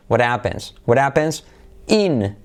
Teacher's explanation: Al unirlo, saltaremos la H y haremos la T como una R suave, letra semiclave. What happens in, sería en, ¿vale?